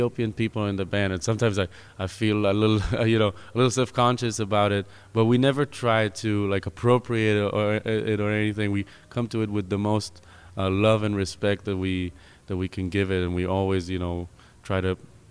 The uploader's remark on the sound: In their show at New City Brewery in Easthampton, part of the Planetary Party series by World Music Collider.